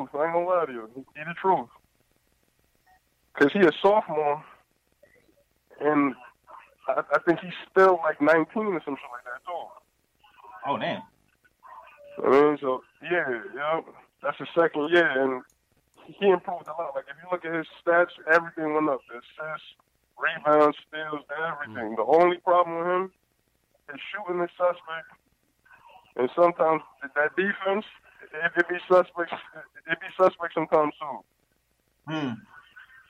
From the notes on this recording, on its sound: take live phone calls from fans around the world